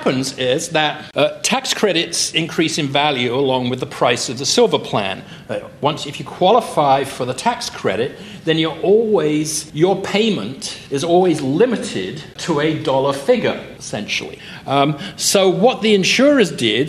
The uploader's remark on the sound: These four episodes were recorded at the 2018 SEALS conference. Four of us got together as a panel. This was a panel, not a typical studio recording.